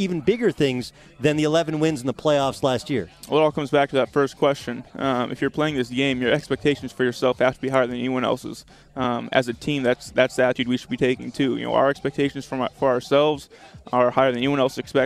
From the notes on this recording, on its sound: LIVE from Los Angeles Rams training camp!